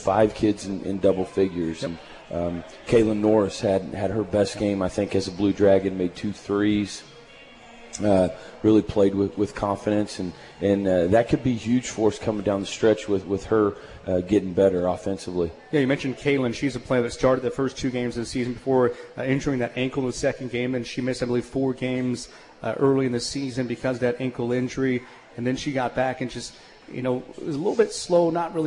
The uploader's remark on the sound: live from AJ's at The Alley in Hutchinson